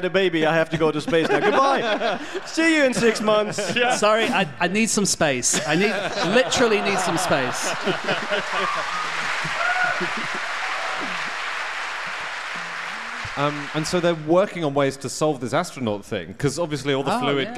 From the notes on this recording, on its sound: Live from the Nerdland festival in Ghent